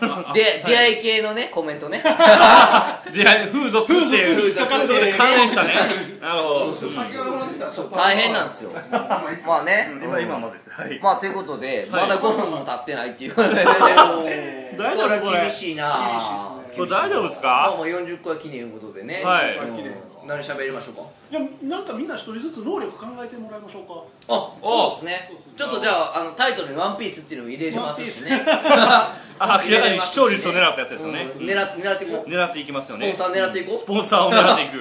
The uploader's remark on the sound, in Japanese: いつものスタジオからカラオケボックスへと場所を変更してお送りします。4月30日に行われたチャリティーイベントの打ち上げ時に録音しました。